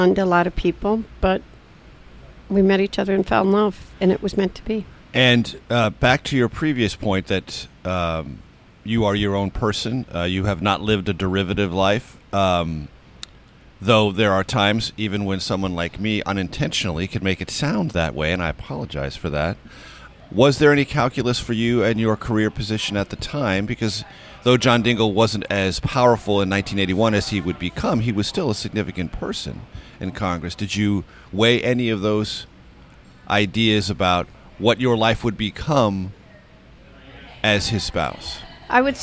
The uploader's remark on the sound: recorded over breakfast at The Dubliner on Capitol Hill